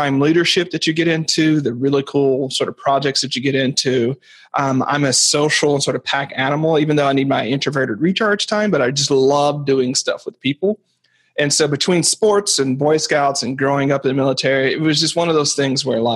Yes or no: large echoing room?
no